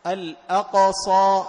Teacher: القاف عند الصاد، قاف مجهورة والصاد مهموسة